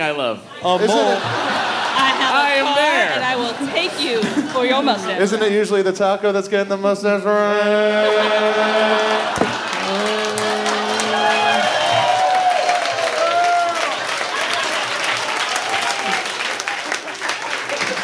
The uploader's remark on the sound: Recorded in front of a live audience at SxSW on 3.14